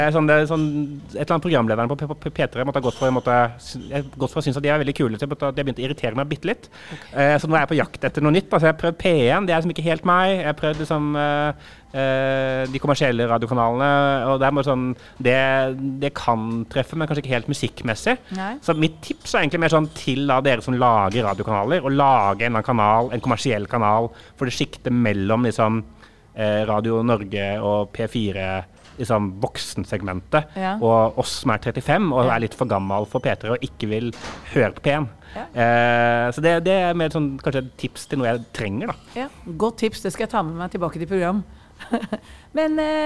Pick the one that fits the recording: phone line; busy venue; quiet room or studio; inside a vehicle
busy venue